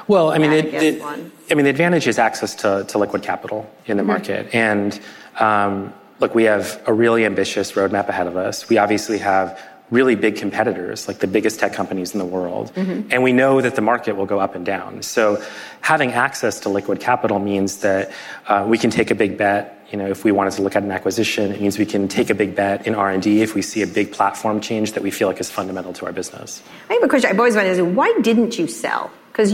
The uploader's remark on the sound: This interview was recorded in front of a live audience at the National Retail Federation's annual conference, the Big Show, in New York City.